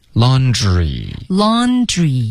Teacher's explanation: laundry laundry 对，前面这个 lawn 它有顶上、舌头向上顶的音，对，舌尖顶上去